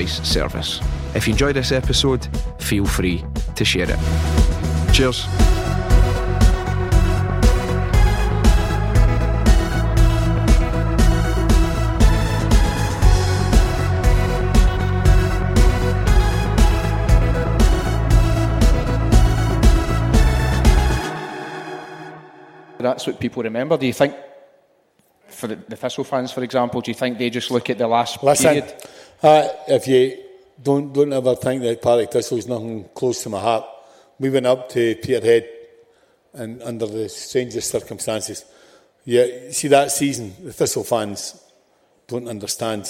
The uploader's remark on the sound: Recorded live at St Luke's in Glasgow